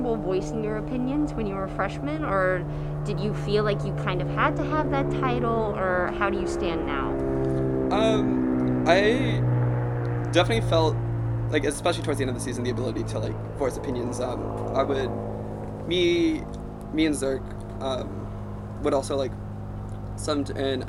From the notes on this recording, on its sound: Audio might be more variable than usual due to masks ALWAYS staying strapped and the natural noises of a UCLA apartment's patio being hussling and bussling (where this interview took place).